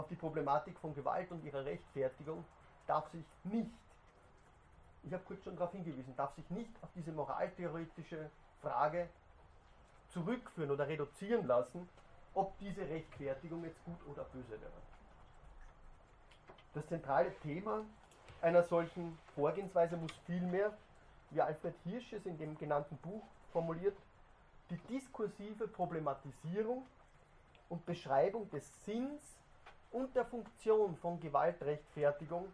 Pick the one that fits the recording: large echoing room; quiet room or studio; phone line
large echoing room